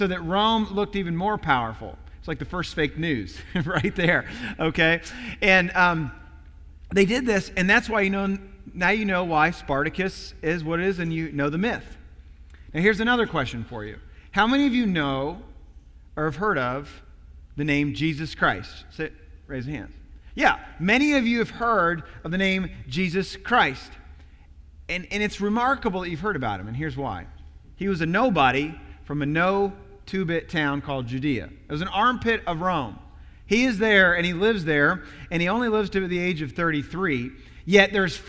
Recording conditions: large echoing room